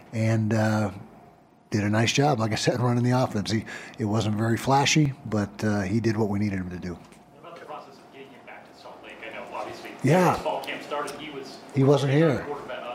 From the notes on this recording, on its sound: the post game press conference